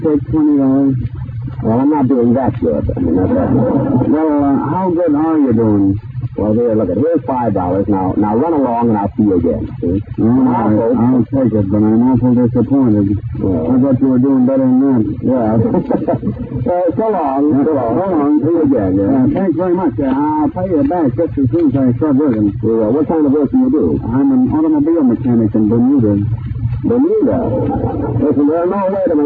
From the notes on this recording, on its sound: Audio is a bit on the mushy side, and the show starts already in progress.